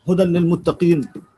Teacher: في حالة الوصل الألف تحذف